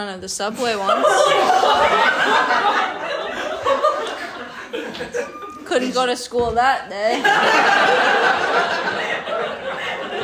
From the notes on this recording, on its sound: Lil taste of a slightly disastrous live show.